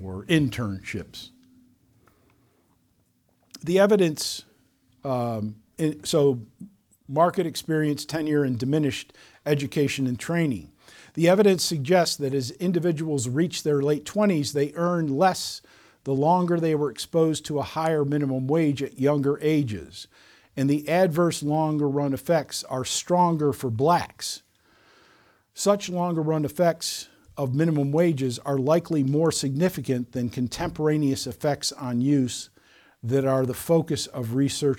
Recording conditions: large echoing room